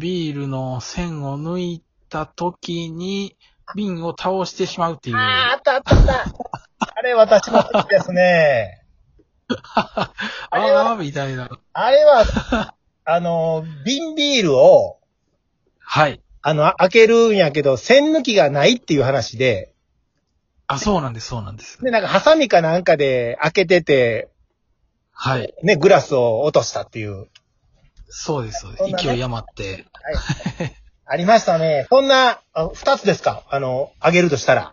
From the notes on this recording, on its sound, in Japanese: リモート収録に初挑戦！2人組。笑い声あり。